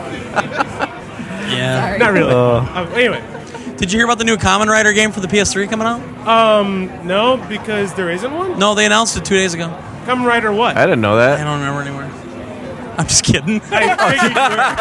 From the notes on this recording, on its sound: Round Table discussion right from the show floor at the 2009 Midwest Gaming Classic.